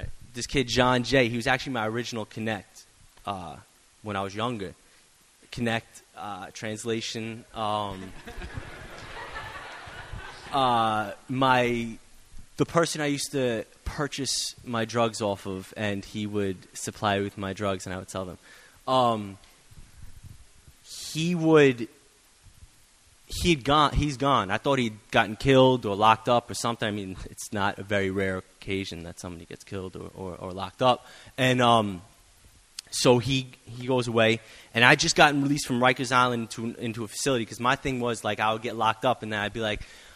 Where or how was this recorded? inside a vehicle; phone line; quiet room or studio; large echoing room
large echoing room